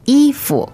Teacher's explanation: 衣服, first tone and neutral tone